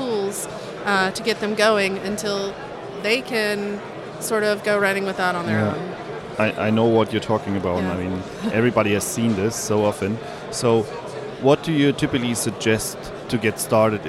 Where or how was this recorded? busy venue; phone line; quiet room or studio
busy venue